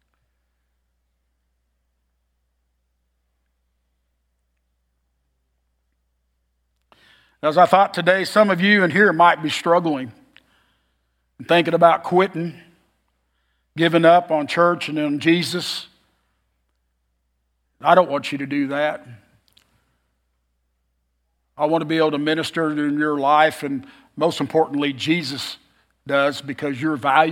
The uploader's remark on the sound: Message form 10 AM Worship Service on Febraury 25, 2024, at Oakton Church